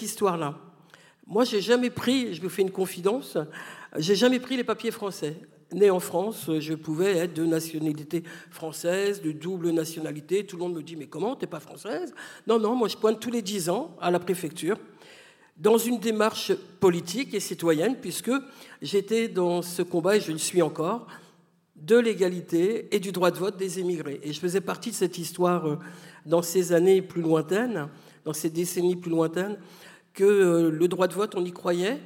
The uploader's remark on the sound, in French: Kiffe ta race propose une émission spéciale enregistrée en public au Centre Pompidou, dans le cadre du cycle “Ouvrir la marche 1983-2023, 40 ans de lutte contre le racisme”. Prise de son : régie du Centre Pompidou.